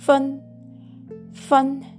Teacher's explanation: 発音記号は FEN で、第一声高く平たく伸ばす音になります